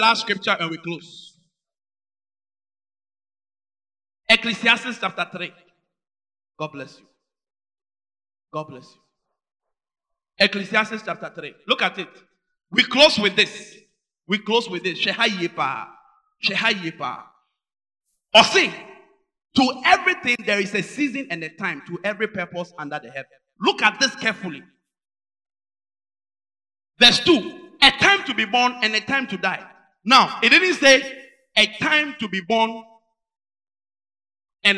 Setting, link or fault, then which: setting, large echoing room